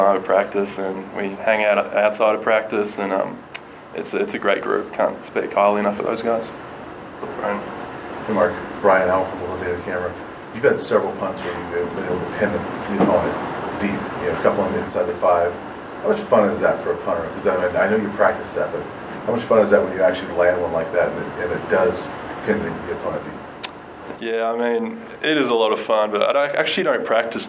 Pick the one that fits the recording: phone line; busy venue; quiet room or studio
busy venue